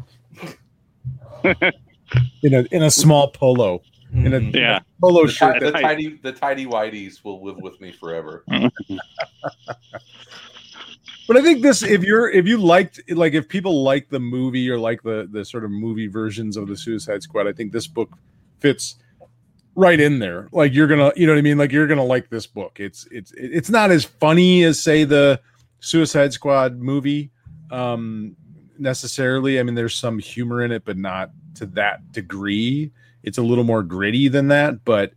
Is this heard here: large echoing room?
no